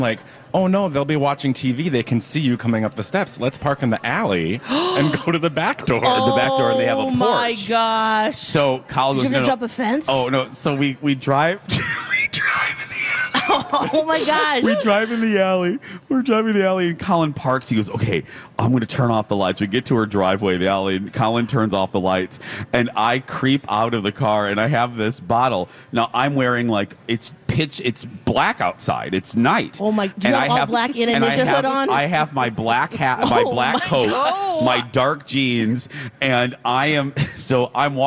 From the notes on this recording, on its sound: broadcast live from the AC Hotel for the Superbowl